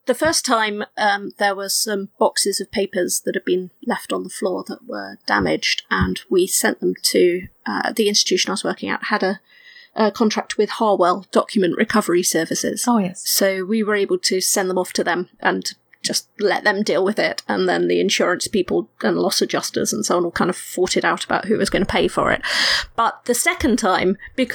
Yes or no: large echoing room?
no